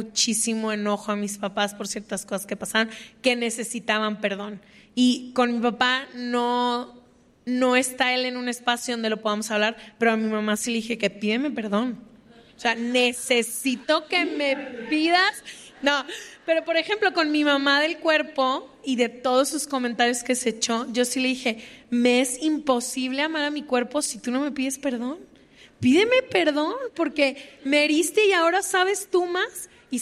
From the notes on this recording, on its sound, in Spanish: “Se Regalan Dudas: Episodios en vivo” desde el Lunario del Auditorio Nacional en CDMX